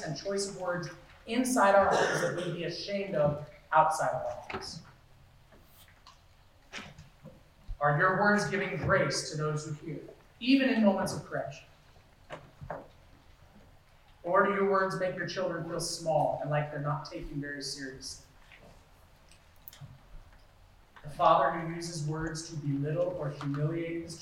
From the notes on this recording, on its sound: Due to electrical issues and power interruptions last Sunday, the audio quality is degraded.